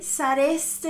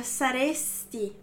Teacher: pronuncia bem essa vogal final aí do sareste, porque se você colocar um i aí, já muda a pessoa, ó, vira saresti, ó, vira tu, não é?